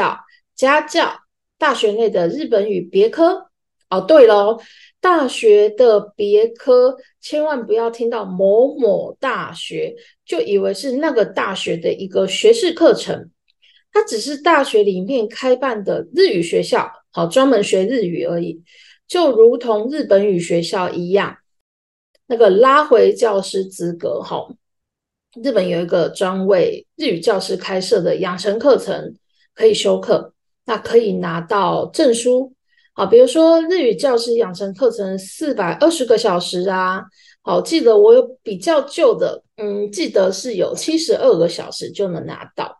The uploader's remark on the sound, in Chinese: 地點：線上（zoom）。